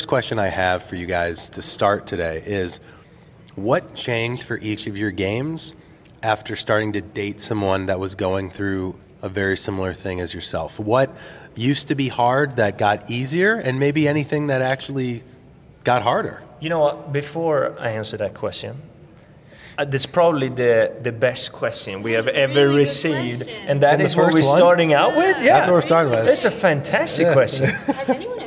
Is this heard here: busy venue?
yes